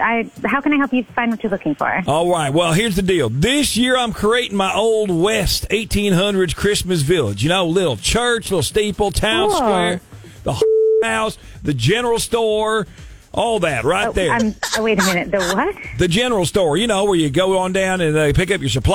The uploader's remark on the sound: We were asked to Friday Phone Jacks Prank call her at work!